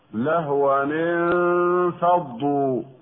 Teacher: يكسر التنوين في لهوا من أجل التقاء الساكنين